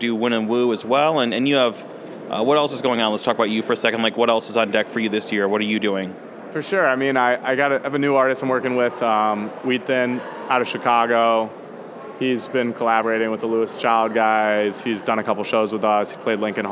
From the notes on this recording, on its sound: Recorded at SXSW 2016 on Monday, March 14th